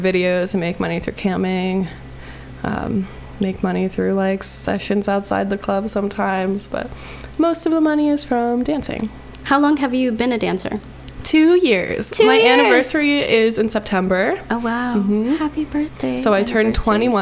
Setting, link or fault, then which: fault, hum or buzz